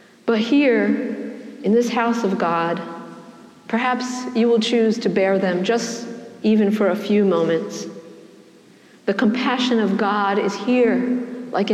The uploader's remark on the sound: preached at the celebration of the Holy Eucharist on the Twentieth Sunday after Pentecost